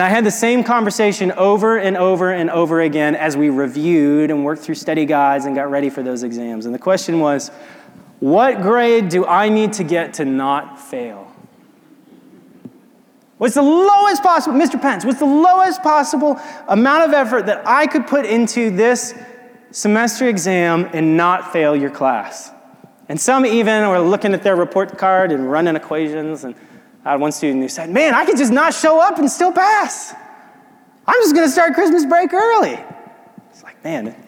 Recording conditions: large echoing room